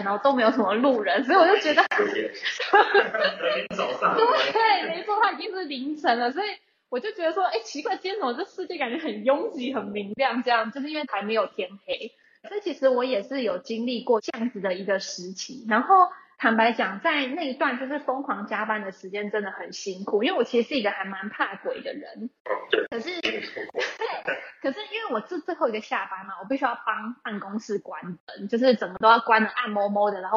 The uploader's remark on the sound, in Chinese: 因疫情關係遠端錄音，追求完美音質者可以不要聽沒關係